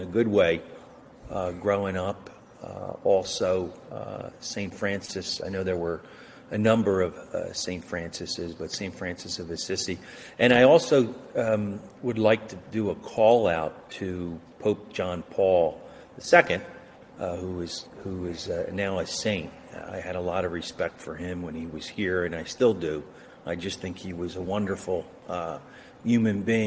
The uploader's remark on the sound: Visits in the pub. Who hails from Pennsylvania (despite technical challenges of computers).